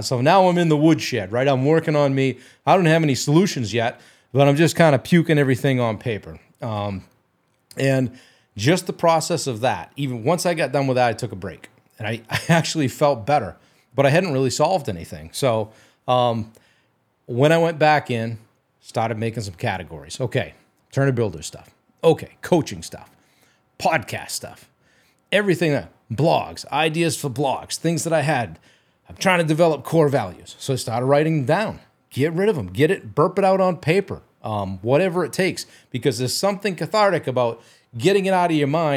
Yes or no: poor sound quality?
no